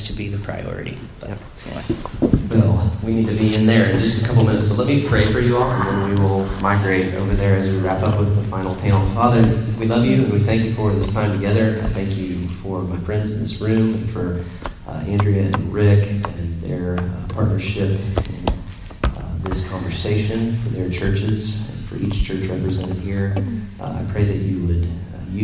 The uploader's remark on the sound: Recorded live and the Indana Convention Center at the General Assembly of the Church of the Nazarene.